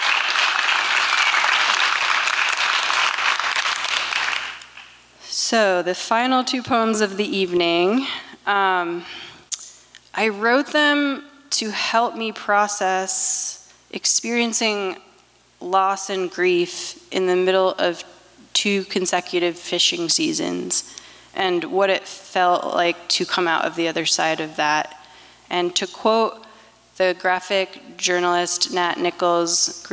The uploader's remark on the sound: 2023 FPG-Liberty Theatre-Friday Night. Performance was recorded at the Liberty Theatre in Astoria, OR on Friday, February 24th, 2023.